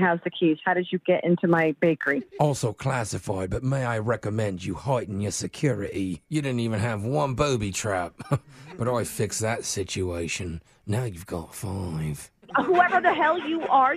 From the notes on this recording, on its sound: Phone Tap: Clovers Canollis